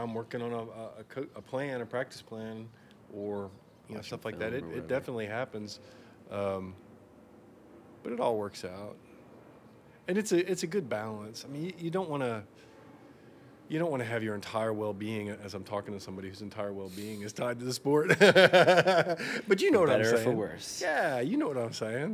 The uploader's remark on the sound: come by the house and sit outside with me